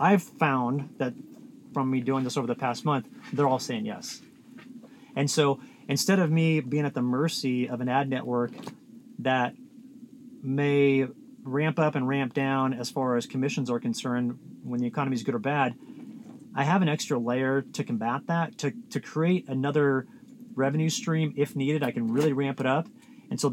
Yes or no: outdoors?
yes